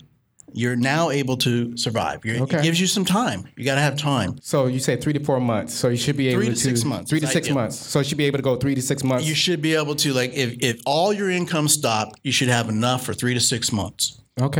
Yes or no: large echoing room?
no